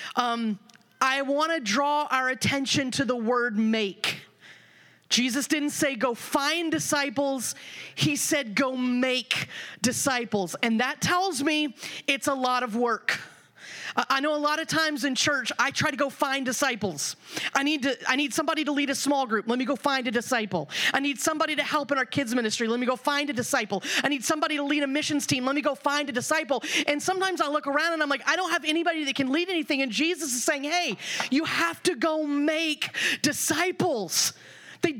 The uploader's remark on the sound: The following audio comes from the National Disciple Making Forum by Discipleship·org. Lionshare hosted a track called “Making Disciples in the Generations and Vocations.”